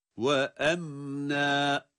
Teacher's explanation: أَمْنًا derken em cezimli halidir. İzhar ile okuduğumuz için mimi hunnesiyle telaffuz ediyoruz.